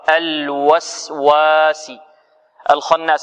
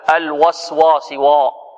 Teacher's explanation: وكلمة الوسواسي يهيأ للسامع أنها مفخمة، وهي ليست مفخمة · Shown in: first take · إذا أردنا أن نفخم الواو هكذا الوسواسي وا، وهذا خطأ.